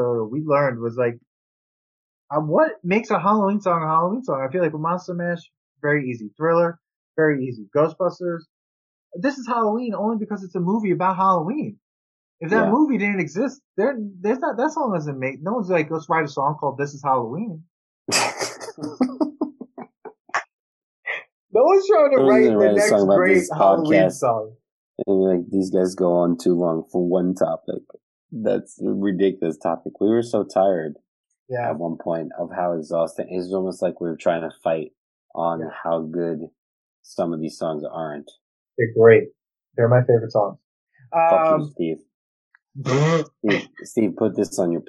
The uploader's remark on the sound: We recorded this on October 13th, 2020 on Zoom so there are some small sound discrepancies.